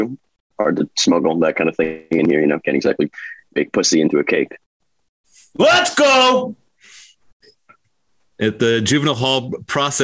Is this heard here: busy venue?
no